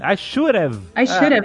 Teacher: O D vira um R.